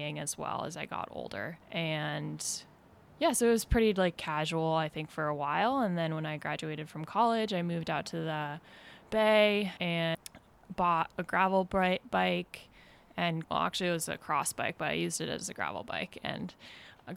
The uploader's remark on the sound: This week we sit down face to face. This conversation happened to be recorded in my backyard. Please enjoy the ambience that nature can provide.